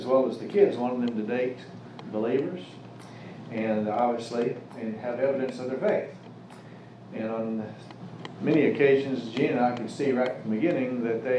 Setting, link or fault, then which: setting, live audience